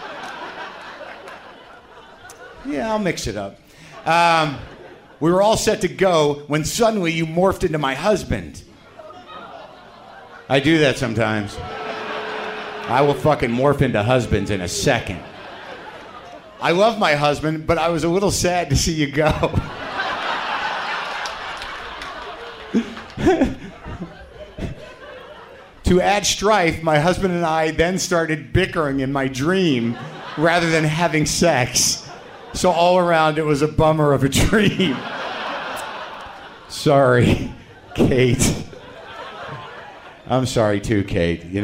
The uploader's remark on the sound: Live From SF Sketchfest. It's a live WTF from Sketchfest in San Francisco!